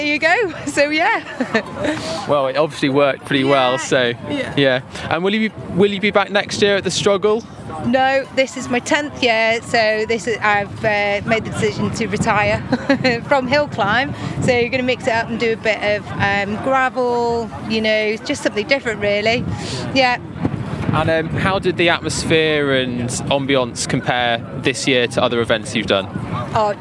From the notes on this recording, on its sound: Records live from the UK National Hill Climb Championships in Llangollen, North Wales. The clang of cow bells, blast of horns and roar from the crowd will transport you to the Old Shoe’s relentlessly steep slopes.